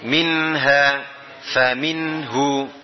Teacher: Minha itu bacanya izhar. Jadi nunnya dibaca dengan nun yang asli.